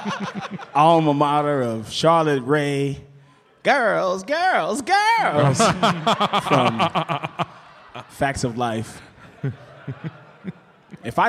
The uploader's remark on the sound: Recorded live at Turner Hall Ballroom in Milwaukee.